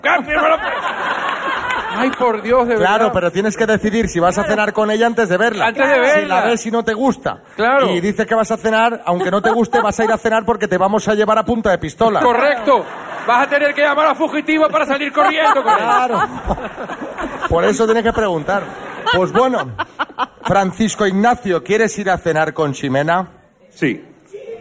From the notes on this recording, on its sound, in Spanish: Las Mañanas KISS en directo desde MADRID. Este viernes hemos salido al exterior para hacer nuestro primer programa en directo del año, y el lugar elegido ha sido los Teatros Luchana de Madrid.